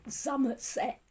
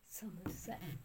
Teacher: And some people say it sounded more like Somerset, with the S's pronounced as Z · Shown in: first take